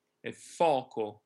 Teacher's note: you can hear that the second O is slightly more closed than the first. It's not fo-co.